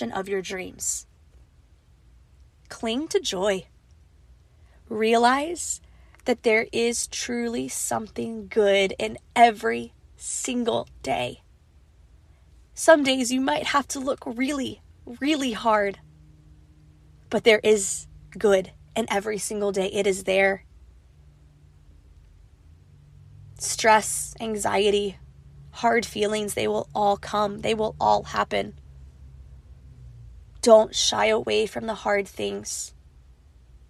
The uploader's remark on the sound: This episode is unedited, raw, and incredibly vulnerable. Recorded on a voice memo on her iPhone, sitting in her car, in the parking lot outside the school.